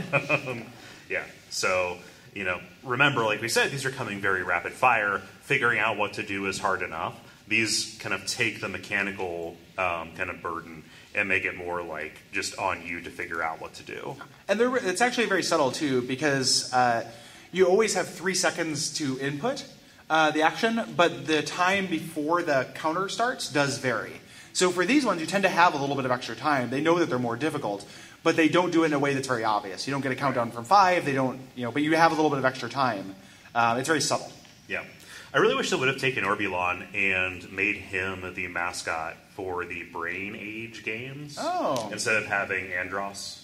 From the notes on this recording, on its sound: This live episode from the Portland Retro Gaming Expo 2017.